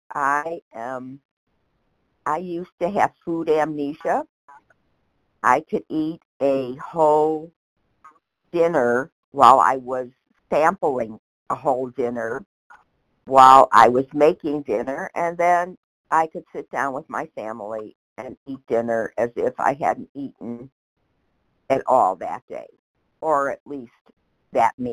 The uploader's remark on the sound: 100 Pounders Phone Meeting